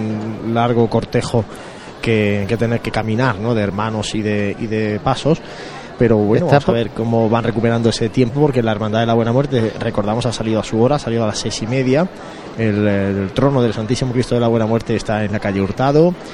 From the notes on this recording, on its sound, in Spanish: Conectamos en directo desde la unión de calle Campanas con Ramón y Cajal, por donde avanza la Cruz de Guía de la Buena Muerte.